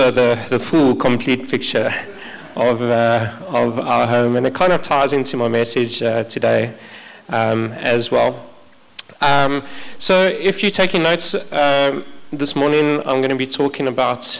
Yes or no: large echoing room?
yes